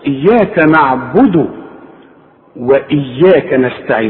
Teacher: الدال مضمومة عند الوصل توصل اياك نعبد واياك نستعين.